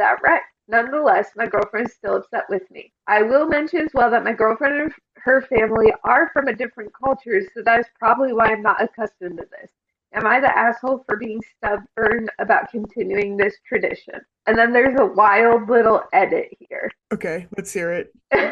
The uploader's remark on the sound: There are MAJOR microphone issues in this episode